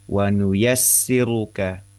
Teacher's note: Wa nuyassiruka. Jadi setelah huruf tipis sin kasrah itu ya yang tasdid itu kemudian diikuti oleh huruf ra yang dhammah tebal namanya